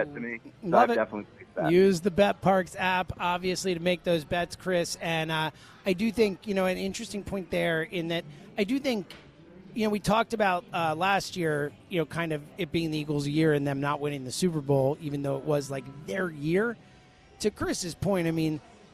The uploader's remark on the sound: live at Parx Casino